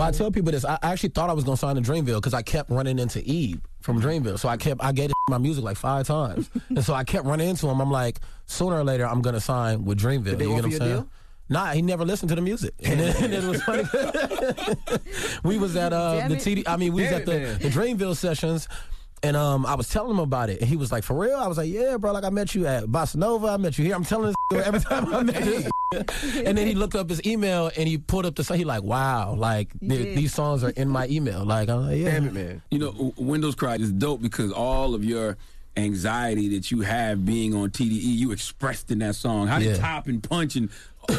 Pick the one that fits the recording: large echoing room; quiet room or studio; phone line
phone line